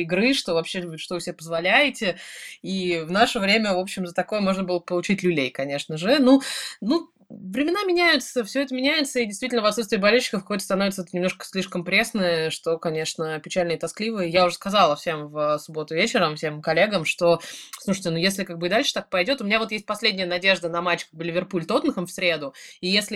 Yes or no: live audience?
no